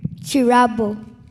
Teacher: Chirabo, where the KI makes a ch sound.